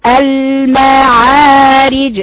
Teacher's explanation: صوت الميم اللي عندي شفايف والعين اللي في الحلق